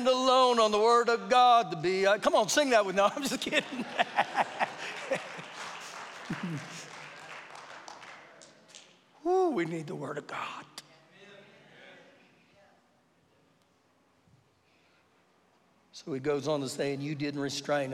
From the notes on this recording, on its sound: Recorded live during our Sunday morning service